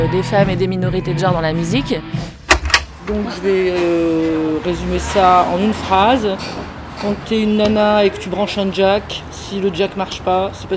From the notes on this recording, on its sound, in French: Festival "Comme Nous Brûlons". Chick Sound s'est rendu au festival.